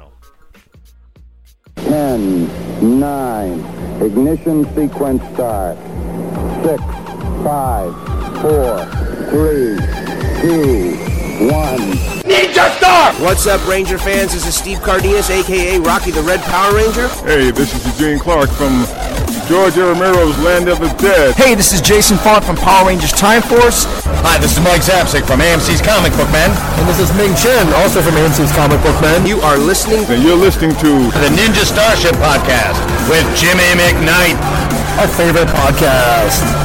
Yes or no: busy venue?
yes